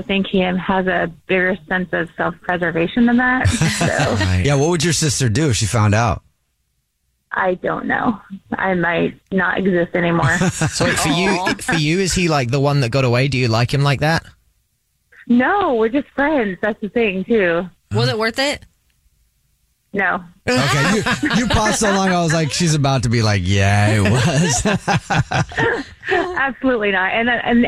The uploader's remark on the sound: The woman on the phone has a Dirty Big Secret!